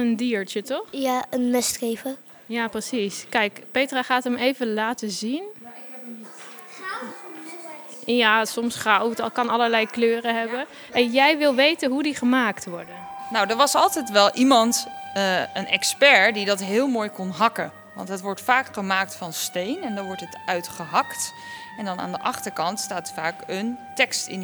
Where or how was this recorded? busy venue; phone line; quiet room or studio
busy venue